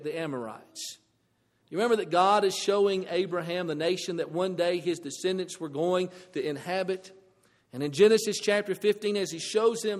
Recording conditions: large echoing room